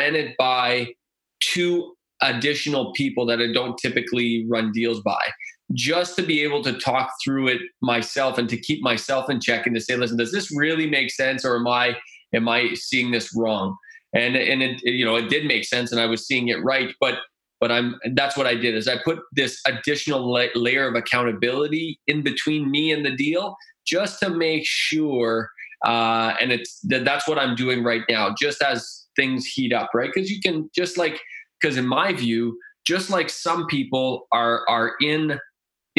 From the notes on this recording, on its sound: get Zoom rockin’ for a TEDM in-betweener!